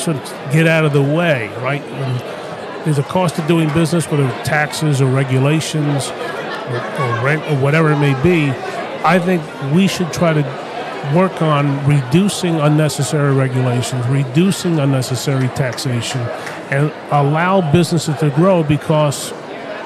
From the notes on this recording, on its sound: at the SIEDC Business Conference